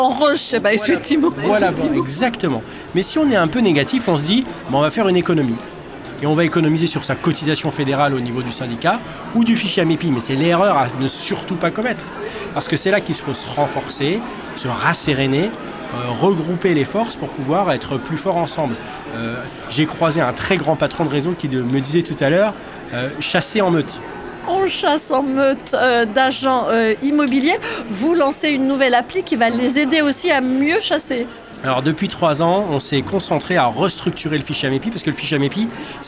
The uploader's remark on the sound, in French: Ce podcast a été enregistré lors d'Immo, le congrès de la FNAIM à Paris les 4 et 5 décembre 2023.